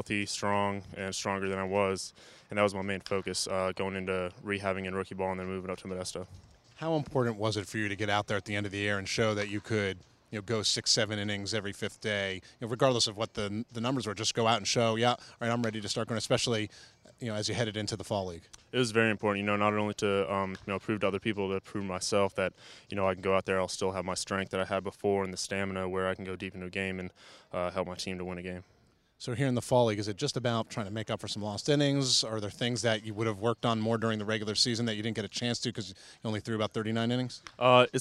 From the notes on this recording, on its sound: on location from the Arizona Fall League